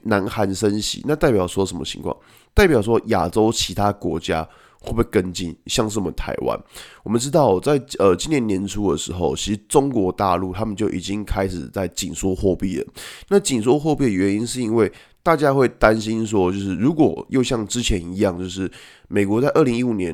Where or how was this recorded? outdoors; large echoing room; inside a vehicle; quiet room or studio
quiet room or studio